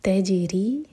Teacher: جیم پر قلقلہ، رو کے نیچے کسرہ تو رو باریک، اور مد طبعی ہے کسرہ کے بعد یا، تو دو حرکہ لمبا.